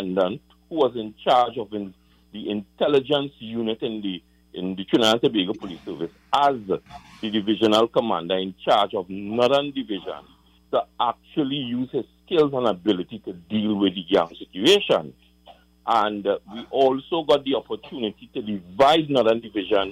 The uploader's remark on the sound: The Power Breakfast Show. During this hour we take calls from our audience.